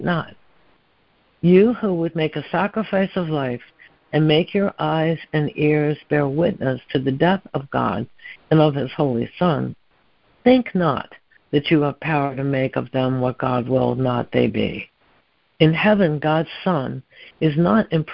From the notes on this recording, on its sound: ACIM Daily Conference Call